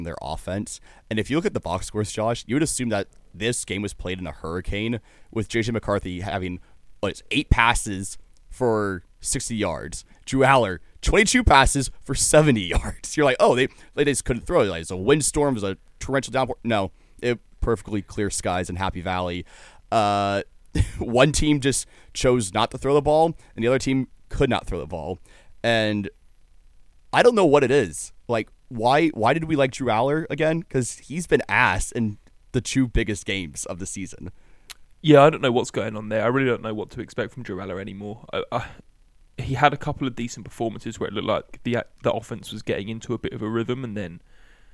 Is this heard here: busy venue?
no